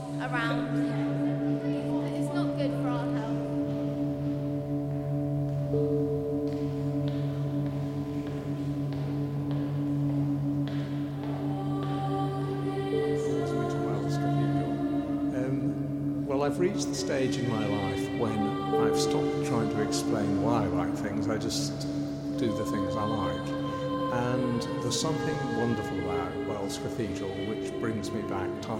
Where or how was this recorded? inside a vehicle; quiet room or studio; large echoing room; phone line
large echoing room